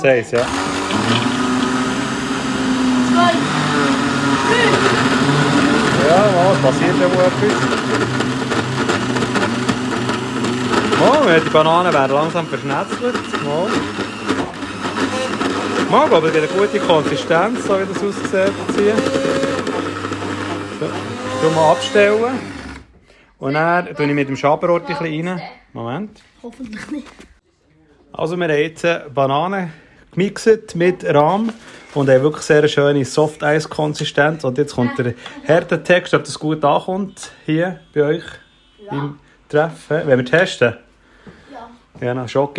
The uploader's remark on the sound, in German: Aufnahme aus dem Jugendtreff3066.